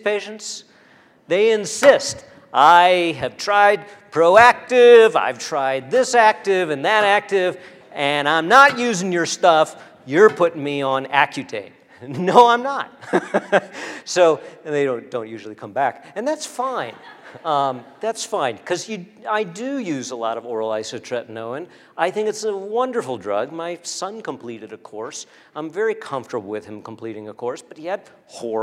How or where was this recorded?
large echoing room